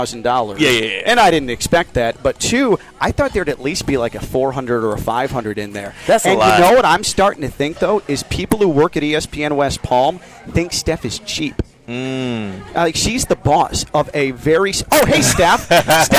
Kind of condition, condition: setting, busy venue